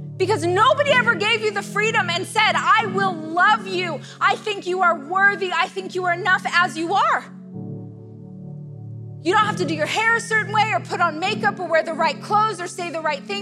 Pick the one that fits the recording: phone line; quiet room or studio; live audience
live audience